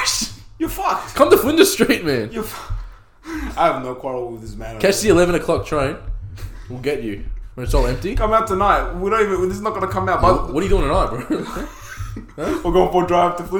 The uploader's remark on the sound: Sorry about the slight echo in the room we did record this in a bathroom